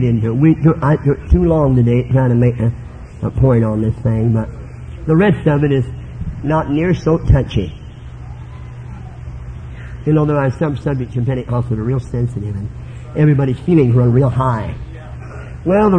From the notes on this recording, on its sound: This was preached at Life Tabernacle Camp Meeting in Baton Rouge, LA.